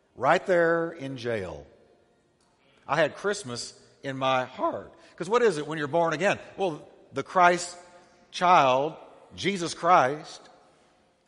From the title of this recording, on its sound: Christmas Eve Service